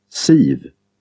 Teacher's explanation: Both long I and long Y have very high and front tongue positions. Long I has a J-like end phase, as in the name Siv.